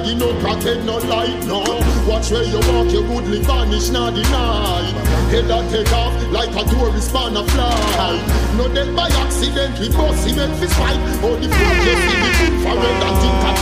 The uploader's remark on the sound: live audio recording of my set at island saturdays on November 12th